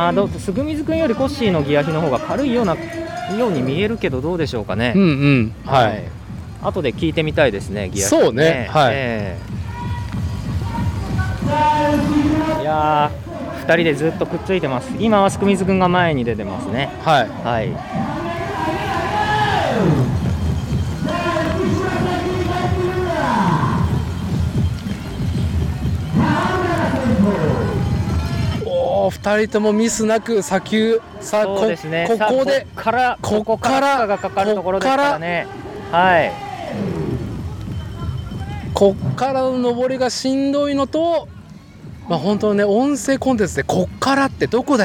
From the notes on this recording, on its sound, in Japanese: 屋外収録 シクロクロス全日本シングルスピード日本一決定戦で飲む。